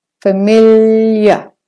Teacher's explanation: So for the British and Australia, the R at the end is not said. The AR is said as a schwa